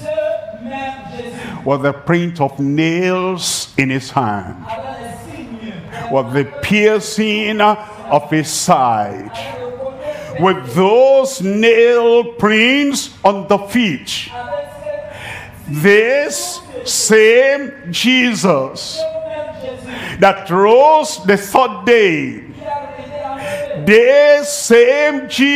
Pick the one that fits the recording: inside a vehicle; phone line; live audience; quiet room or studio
live audience